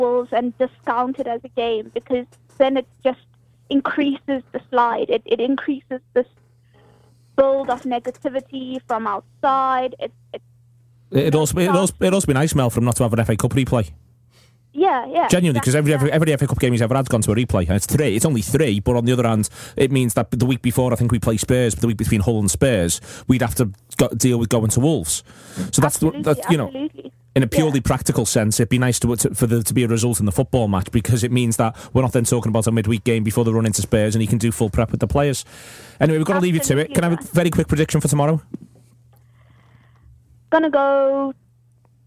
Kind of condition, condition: link, phone line